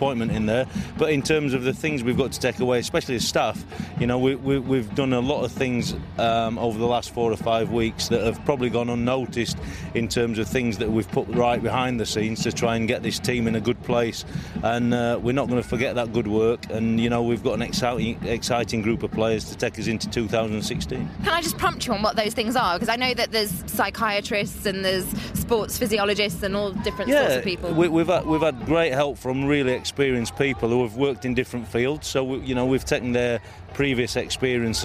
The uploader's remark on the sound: Recorded from Copacabana beach, Rio